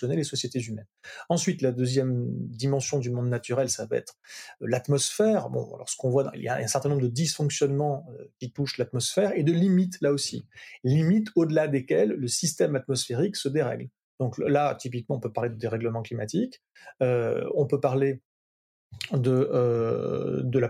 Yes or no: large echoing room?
no